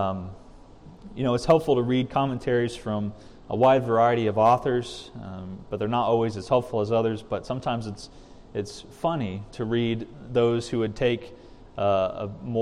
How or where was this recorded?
large echoing room